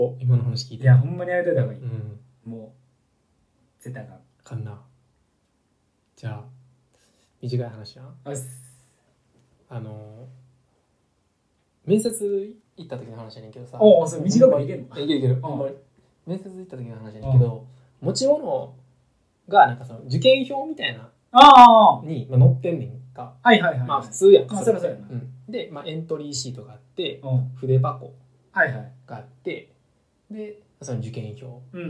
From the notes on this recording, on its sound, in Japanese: おそらくいつもより音質悪いと思います